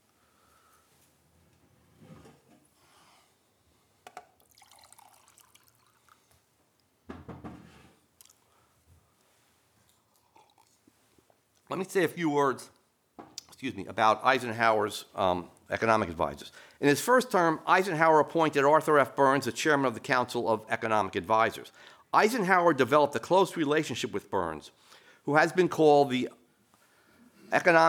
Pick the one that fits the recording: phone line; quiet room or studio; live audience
live audience